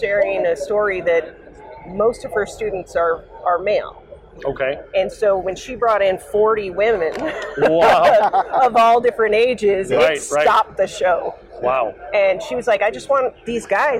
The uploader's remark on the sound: LIVE From The Racing Junk Booth. LIVE from the SEMA floor. A HUGE THANKS to Racing Junk for hosting the Get Out N Drive Podcast in their booth!